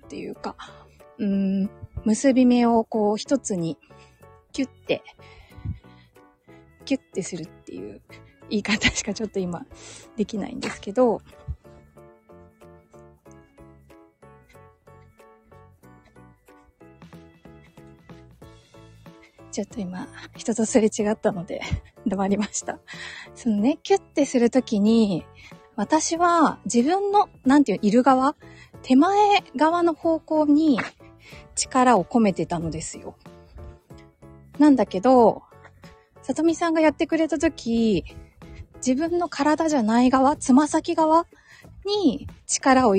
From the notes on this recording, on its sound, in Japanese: 歩きながらつらつらお話しました。